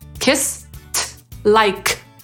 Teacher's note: kończą się na spółgłoskę bezdźwięczną, więc końcówkę ed czytamy w ich przypadku jako t